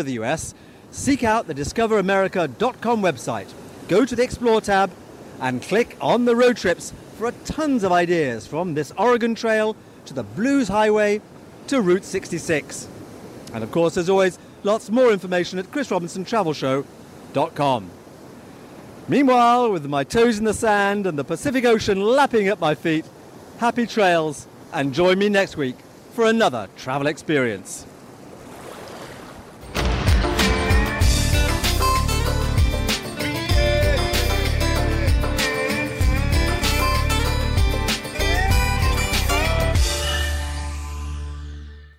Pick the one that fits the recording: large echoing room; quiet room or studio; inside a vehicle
inside a vehicle